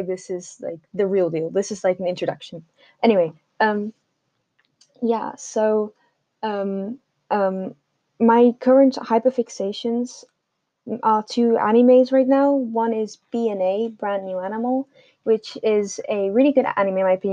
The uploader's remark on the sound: I'll use an actual microphone next time